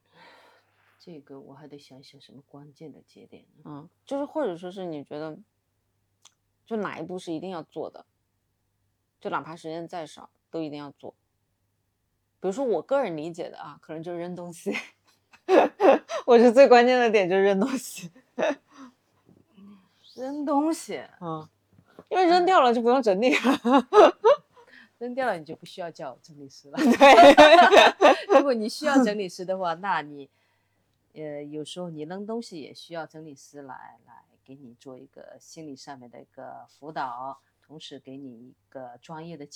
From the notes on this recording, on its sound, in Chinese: 这期先说明可能收音不是太好。